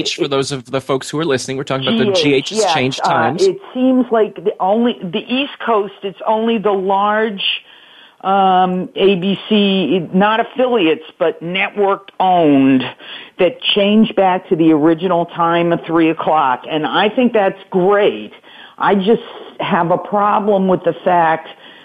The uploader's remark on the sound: An hour of fan calls. On the Voice America Talk Radio Network.